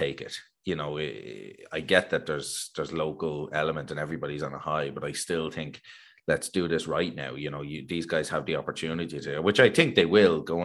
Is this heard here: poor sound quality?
no